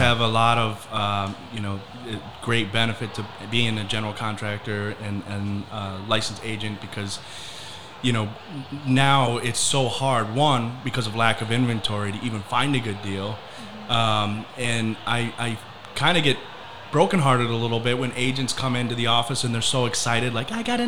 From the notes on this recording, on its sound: Recorded live at the new Naples Ferrari Dealership. Hosted their quarterly event for the top 500 agents in SWFL.